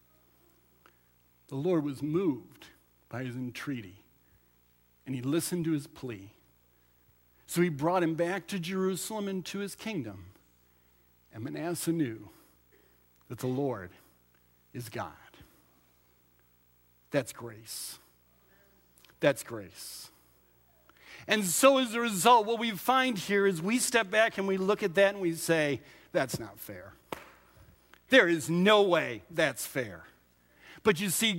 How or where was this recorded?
large echoing room